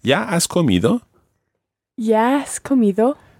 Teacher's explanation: So the ya and the has are running together.